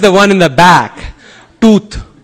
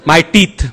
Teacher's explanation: The reason you get my teeth is because you're going too far back for the English T. · Term: Indian accent